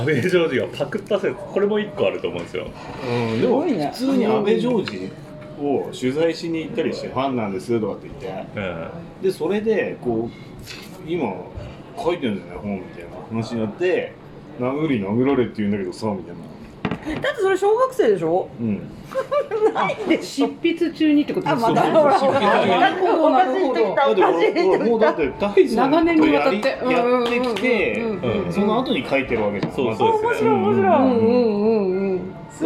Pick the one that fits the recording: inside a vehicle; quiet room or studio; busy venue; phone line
busy venue